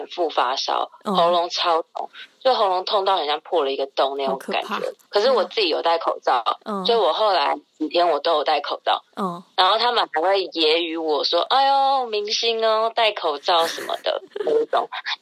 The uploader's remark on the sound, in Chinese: 第一次嘗試電話錄音，希望音質不會太糟